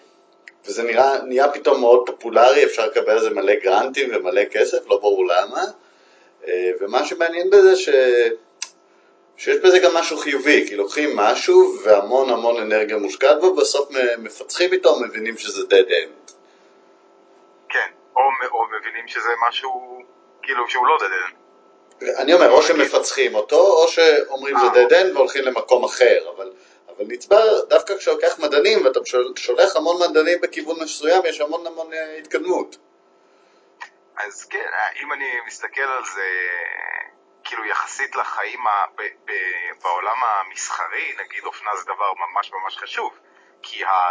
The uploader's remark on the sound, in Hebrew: מאילוצי זמן הקלטנו פרק קצר בלי להיפגש - איכות הסאונד, כרגיל, לא משהו.